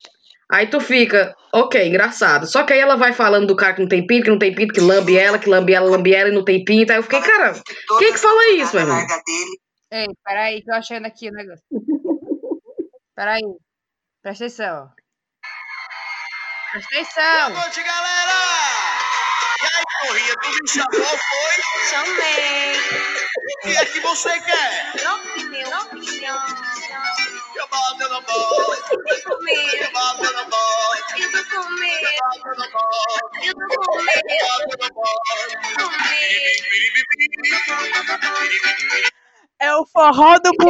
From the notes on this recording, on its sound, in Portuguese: Ainda estamos procurando uma maneira legal pra garantir um áudio bom de se escutar, mas tá dificil. Esse áudio de qualidade duvidosa.